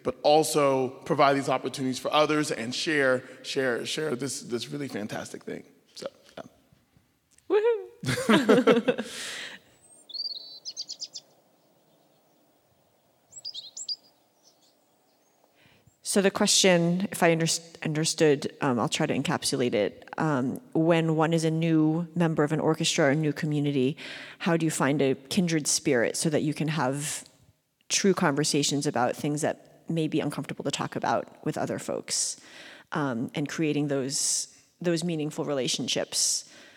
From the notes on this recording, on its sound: Live from the National Orchestral Institute. First show on the road in front of a live audience! Gildenhorn stage at The Clarice at the University of Maryland.